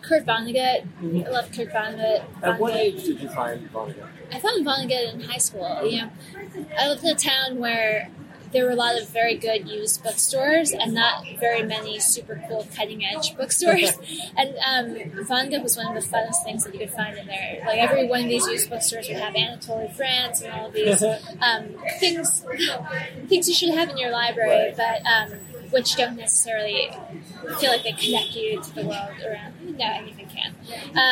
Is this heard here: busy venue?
yes